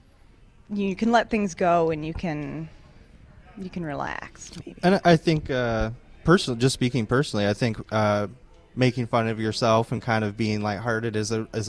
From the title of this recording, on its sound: Live at RADFest 2022!